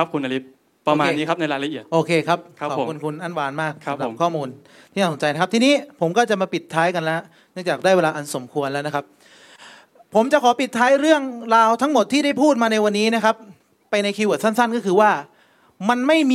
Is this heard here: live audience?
yes